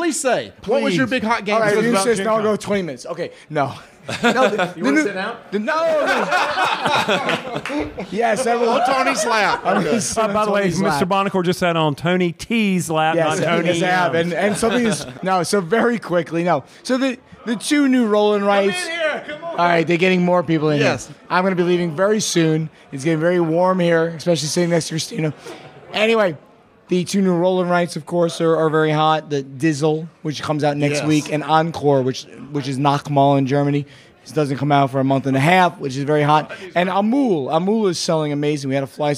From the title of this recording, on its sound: Gen Con Live!